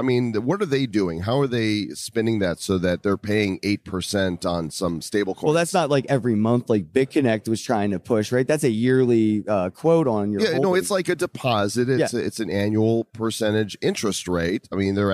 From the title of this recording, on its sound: Crypto Mashup at World Crypto Con